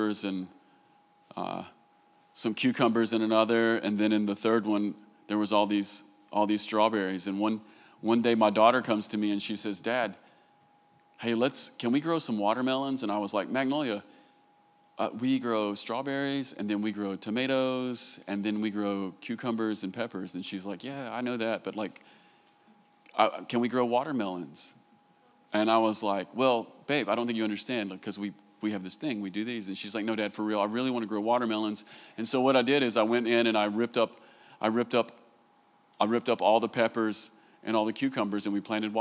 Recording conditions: live audience